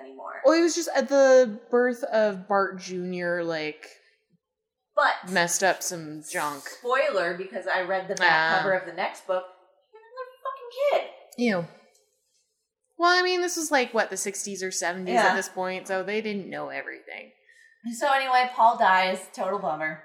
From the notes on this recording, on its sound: Sit down in a new location (sorry about the odd audio quality).